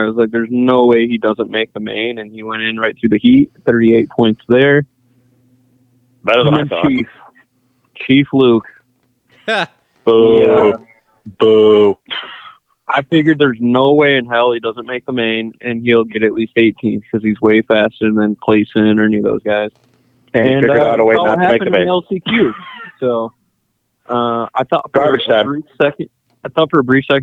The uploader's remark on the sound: jump on the phone